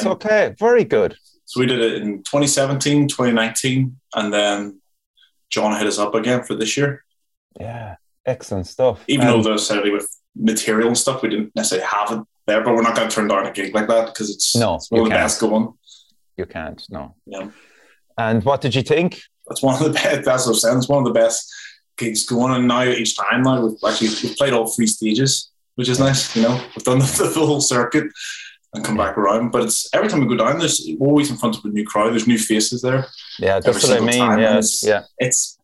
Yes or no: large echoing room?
no